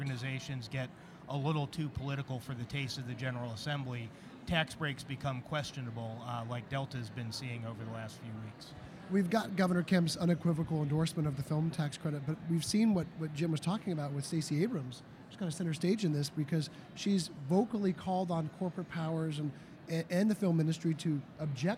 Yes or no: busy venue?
yes